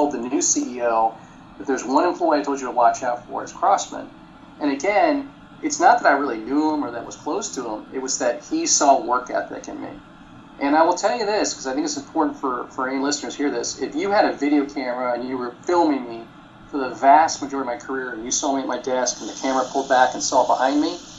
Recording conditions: poor sound quality